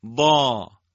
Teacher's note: ضا واد درشته، اطباق داره، استعلا داره، پرحجمه. الف هم تأثیر پذیر اونه